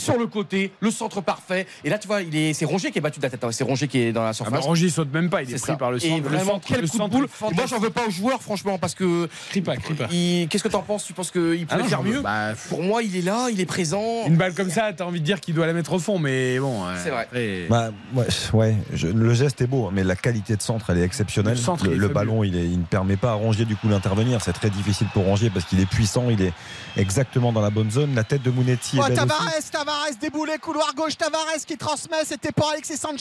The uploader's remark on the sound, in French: Pour trois heures de direct. En direct de Auguste-Delaune.